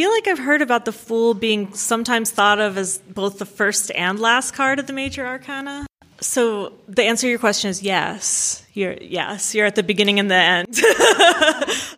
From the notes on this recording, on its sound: This episode was recorded before a live audience. At Cleveland Public Library as part of Literary Cleveland’s Inkubator writing conference.